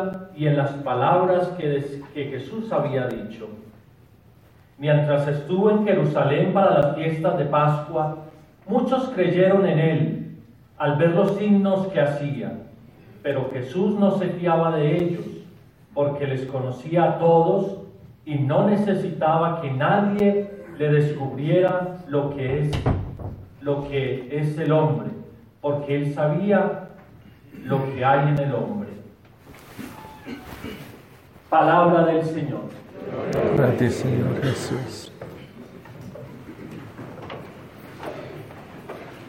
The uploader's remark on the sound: The audio files are Sunday mass homilies from Our Lady of Purification Church (Spanish) in Dona Ana, N.M.